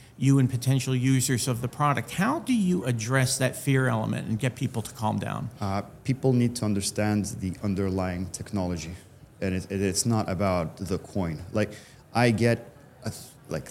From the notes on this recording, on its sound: LIVE FROM MONEY 20/20 EUROPE. Taped at Money 20/20 Europe in Amsterdam.